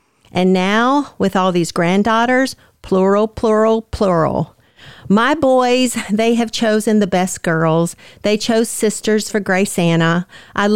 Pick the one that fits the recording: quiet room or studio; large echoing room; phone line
quiet room or studio